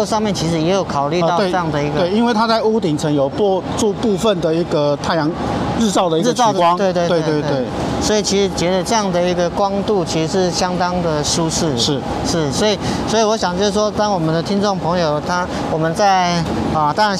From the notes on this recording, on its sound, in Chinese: 這次走出錄音間，我們要帶大家前往桃園國際機場。以及實地體驗導覽活動，透過聲音紀錄與聽眾分享第一線的感受。